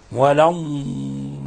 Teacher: إظهار الاستطالة في حرف الضاد والضغط على الضاد حيث تمتد في مخرجها، وإخراج الضاد تخرج من حافة اللسان مع ما يلي من الأضراس العليا